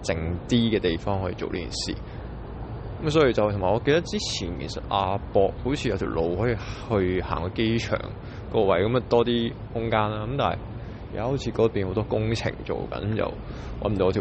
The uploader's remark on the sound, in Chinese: 第四屆KKBOX香港風雲榜，聲音導航重回音樂會現場。